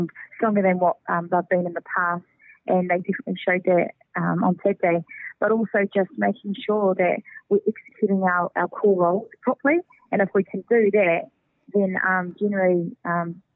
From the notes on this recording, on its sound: on the phone